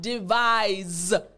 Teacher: And the sound is not the s, s sound. Instead, we have devise that's right. It has the Z sound.